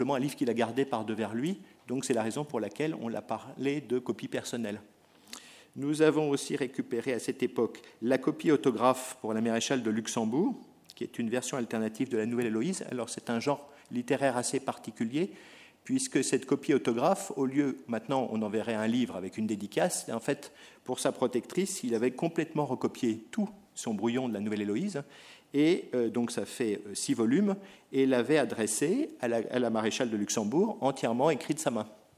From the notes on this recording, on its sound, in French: Enregistrée le 30 mars 2010 dans le cadre du colloque « La numérisation du patrimoine écrit.